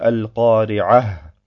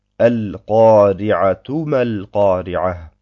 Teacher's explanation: Damit ist das Ta gemeint, das am Ende des Wortes manchmal vorkommt und nur beim Weiterlesen als Ta auch wirklich ausgesprochen wird. Und wenn man stehen bleibt, wird es als Ha ausgesprochen.